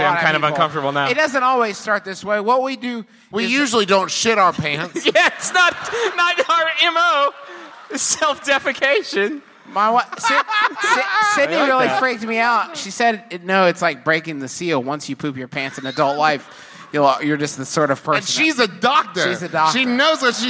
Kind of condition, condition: setting, live audience